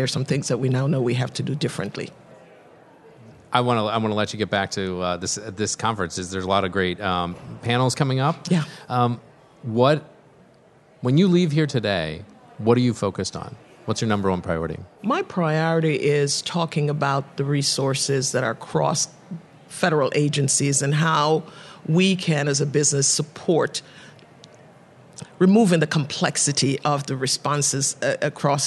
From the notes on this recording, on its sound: Live From The 8th Annual Building Resilience Through Private-Public Partnership Conference In Washington D.C.